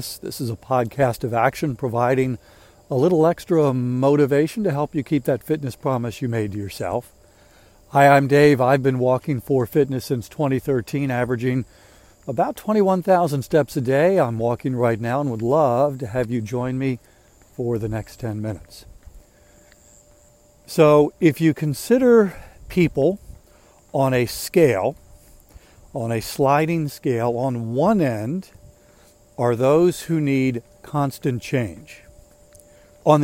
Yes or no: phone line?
no